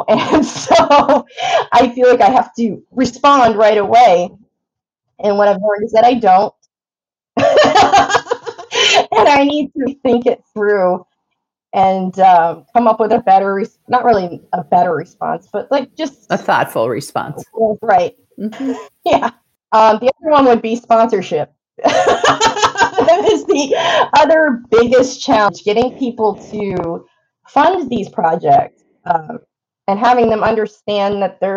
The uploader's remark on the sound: Recorded on Squadcast